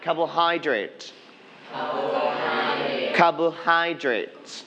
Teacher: We are going to stress on the third syllable, hydrate.